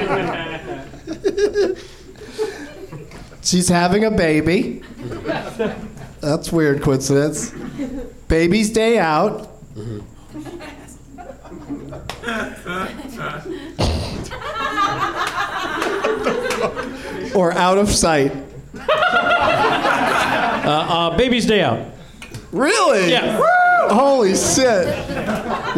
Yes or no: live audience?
yes